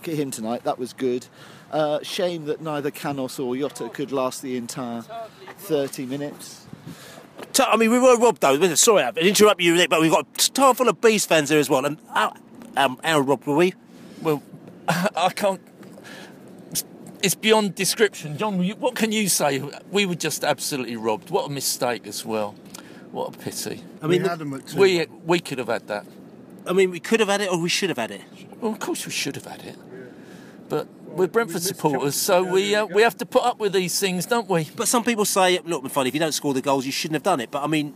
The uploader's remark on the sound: post-match podcast from the car park